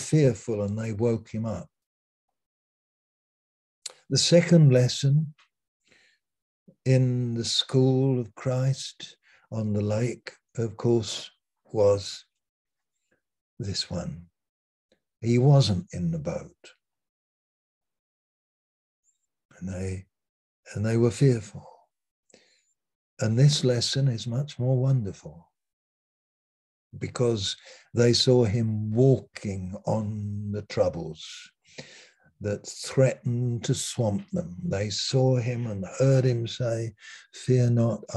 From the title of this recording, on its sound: Malaysia Meets (Zoom)